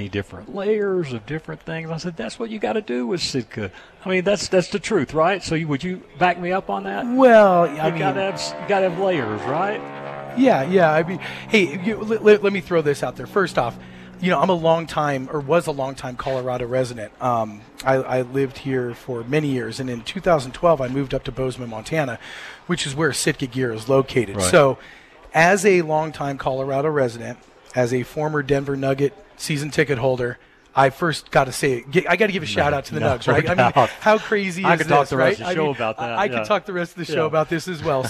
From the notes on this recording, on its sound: “Live” Broadcast at 1 Shot Gear for 2nd Annual Grill Out. We are broadcasting “LIVE” at 1 Shot Gear for the 2nd Annual Grill Out & Sitka Clearance Sale.